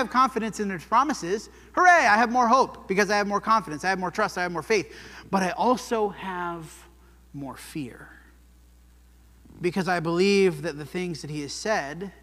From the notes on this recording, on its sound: This sermon was preached at the Dewey Church of Christ on January 7, 2024.